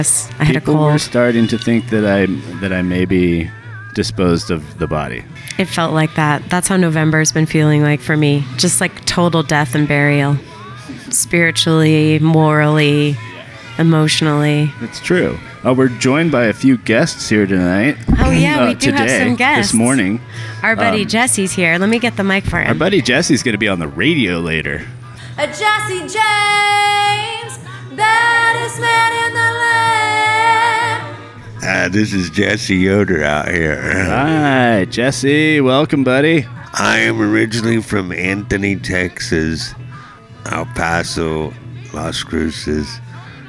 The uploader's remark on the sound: coming live from Downtown Blues Coffee in Las Cruces New Mexico